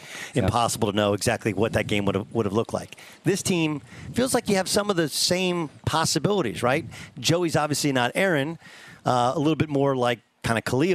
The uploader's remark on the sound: LIVE from the LA Chargers Training Camp! Live from Costa Mesa, California!